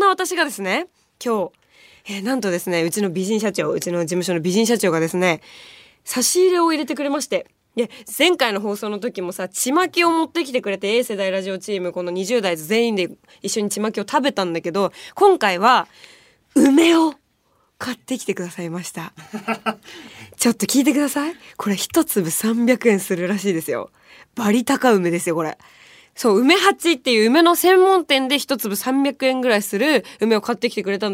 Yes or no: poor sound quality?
no